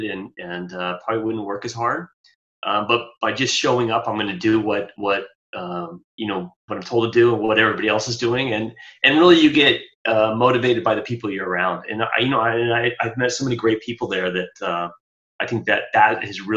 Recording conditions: video call